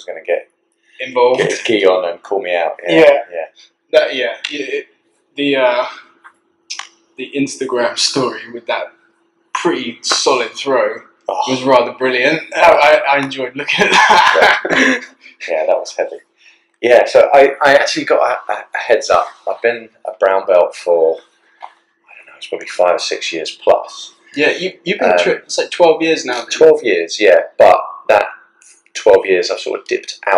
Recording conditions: poor sound quality